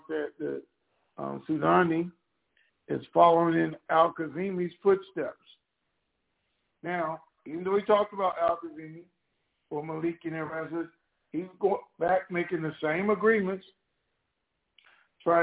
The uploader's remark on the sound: TNTSuperfantastic Conference Call.